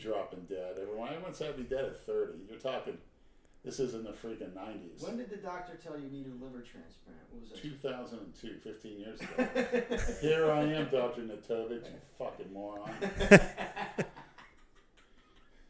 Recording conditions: echo